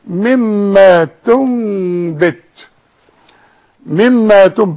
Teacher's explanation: اقلب النون اللي بعدها بقى في المصحف مدام بدون تشكيل الى ميم وخف الميم وغنها · Term: اقلاب